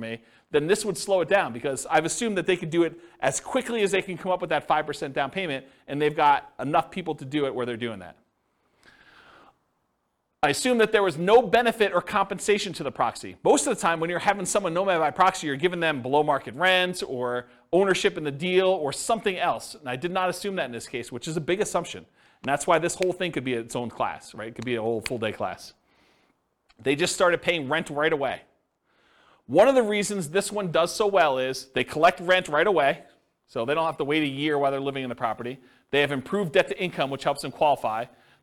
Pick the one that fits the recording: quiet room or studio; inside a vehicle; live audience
live audience